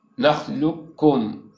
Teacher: والخلف بنخلقكم وقع، أي والخلاف واقع في بقاء صفة الاستعلاء في القاف في نخلقكم، والجمهور على الإدغام الكامل بعدم إبقائها، أي بنطق الكاف مشددة